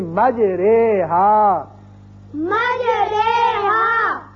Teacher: اب قرآن پاک میں ایک ایسا لفظ ہے، اصل میں یہ ہے مجراہا، اور یہاں امالے کا قاعدہ یہ ہے کہ ہم زبر کو زیر کی طرف مائل کر کے پڑھیں گے.